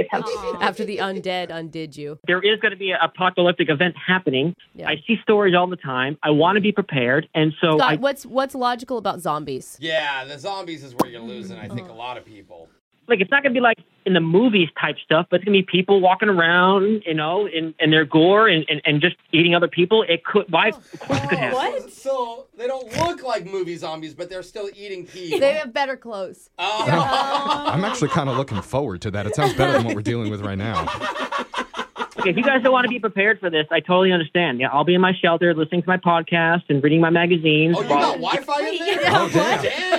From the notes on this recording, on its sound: The person on the phone for today’s Second Date